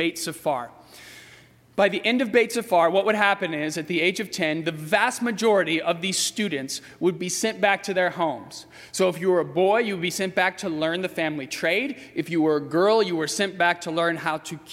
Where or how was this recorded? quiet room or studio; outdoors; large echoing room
large echoing room